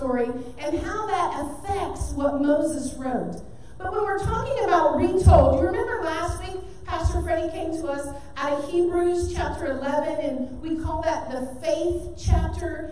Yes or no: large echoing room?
yes